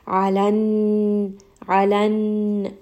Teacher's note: rest on this noon for a little bit to give it that proper ghunna